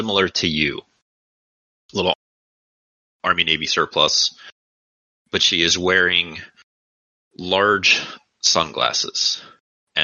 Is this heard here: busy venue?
no